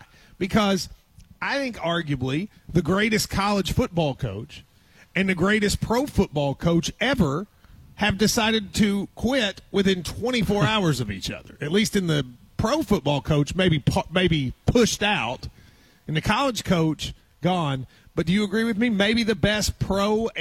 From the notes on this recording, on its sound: KSR is Live from KSBar & Grille